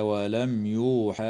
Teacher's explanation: وتظهر الميم الساكنة عند الياء